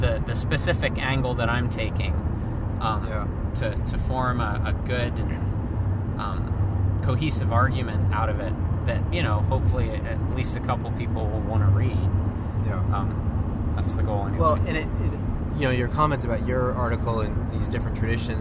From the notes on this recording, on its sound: This episode of our podcast was recorded on the road yesterday as we headed back home from Portland, Maine. Oh, and we got cut off by a Jeep during the recording.